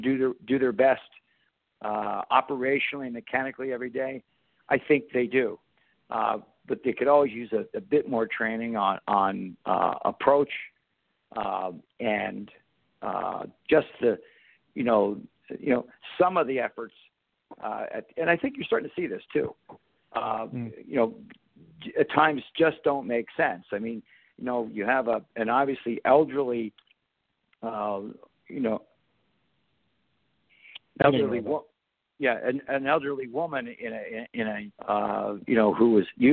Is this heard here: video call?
no